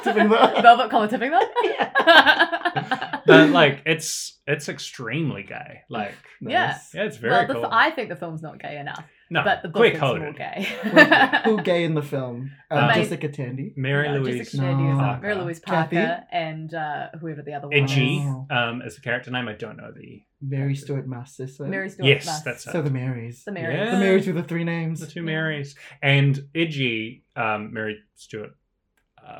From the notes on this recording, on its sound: Heads up, the audio sounds a little different this episode! We don't think it's hugely distracting but just a little mic mix up.